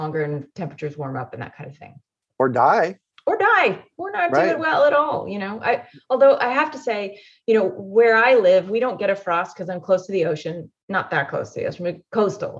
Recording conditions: video call